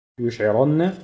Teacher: الراء مفخمة عشان مفتوحة